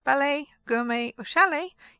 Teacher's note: But words like ballet, gourmet or chalet, ballet, gourmet or chalet, you don't pronounce them at all. So it's just an A sound, like holiday, but in writing it's ET, and you don't pronounce the T there.